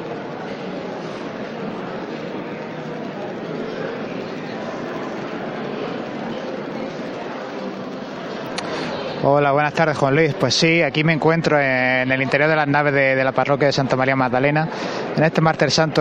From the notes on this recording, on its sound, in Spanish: Momentos previos a la salida de la Cofradías. En directo con las oraciones previas a la salida de la Clemencia, y apertura de las puertas del templo. Interpretación a voz y guitarra para acompañar los primeros pasos del Caído en el interior del templo.